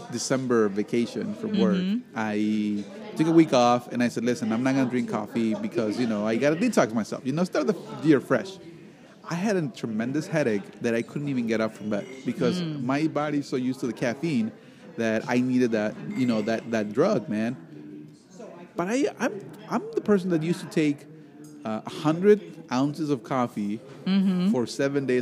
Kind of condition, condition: setting, busy venue